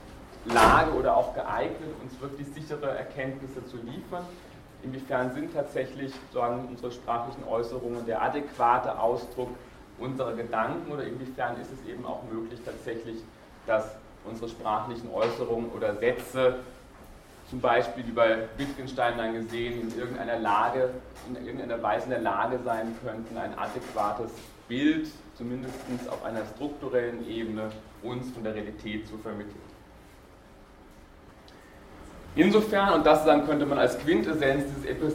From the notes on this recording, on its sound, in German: Diese Vorlesung wurde von Studierenden aufgenommen